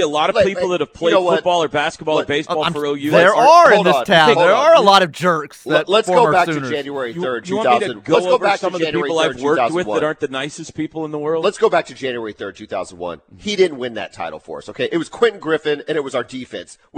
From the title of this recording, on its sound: LIVE FROM BROWN OHAVER